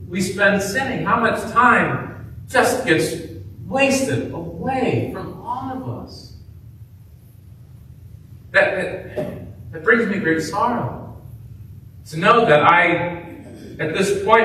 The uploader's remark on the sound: preached at Grace Baptist in Tiffin, Ohio